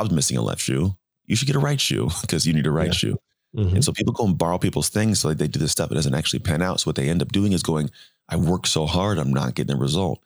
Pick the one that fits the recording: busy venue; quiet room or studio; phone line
quiet room or studio